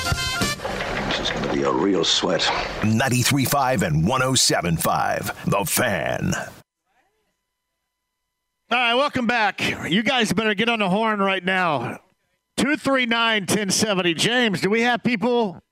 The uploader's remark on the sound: Live from Joe's Grill